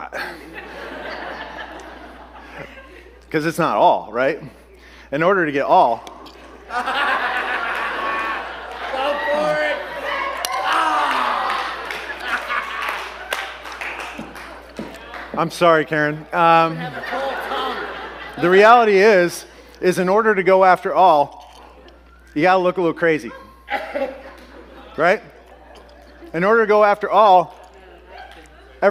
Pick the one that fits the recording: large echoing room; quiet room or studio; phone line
large echoing room